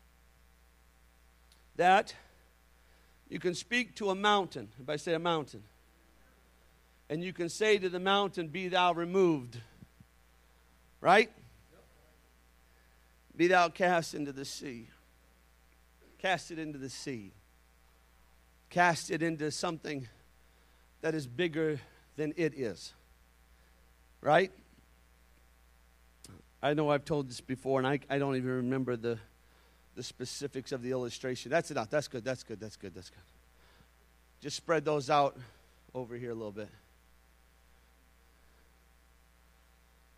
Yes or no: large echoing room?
yes